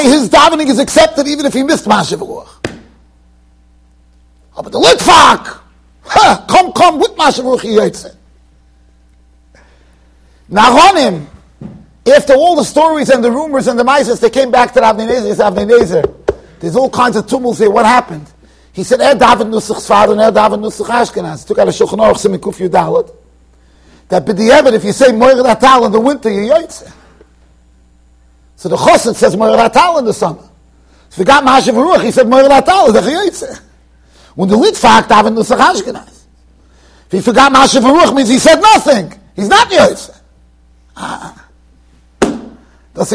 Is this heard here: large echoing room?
yes